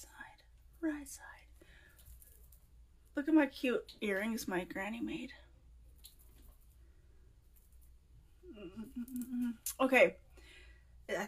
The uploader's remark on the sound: Instagram LIVE - RAW and Uncut